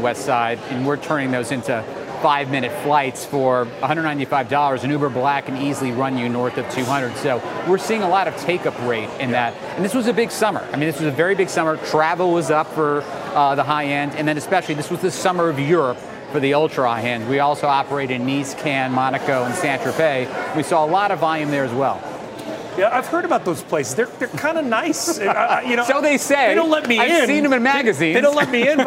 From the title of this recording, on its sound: Live at the Tin Building